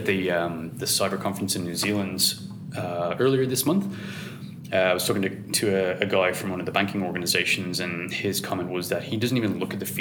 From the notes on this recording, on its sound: come to you live from the recent Gartner IT Symposium 2019 in sunny Brisbane